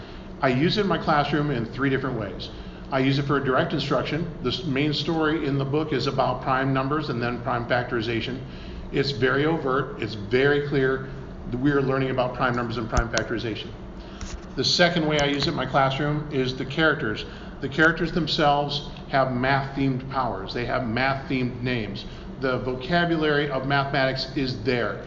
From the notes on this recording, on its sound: This is the audio from my Panel at C2E2 in Chicago on Aprl 7th.